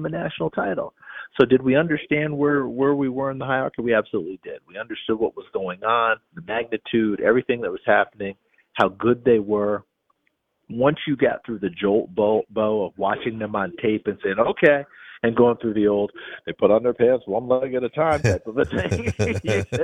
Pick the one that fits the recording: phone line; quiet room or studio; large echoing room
phone line